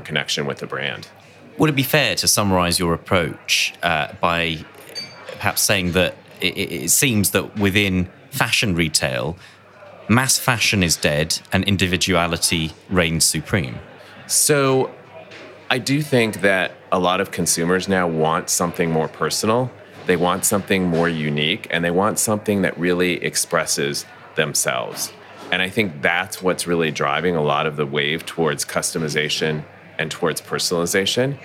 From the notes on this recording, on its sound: recorded at World Retail Congress 2019